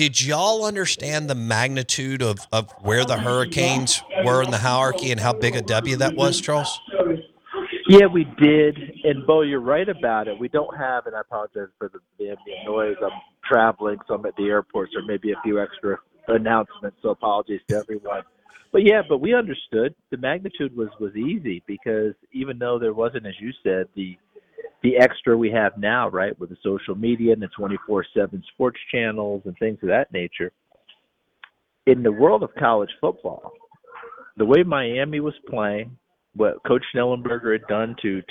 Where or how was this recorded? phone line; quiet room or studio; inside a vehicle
phone line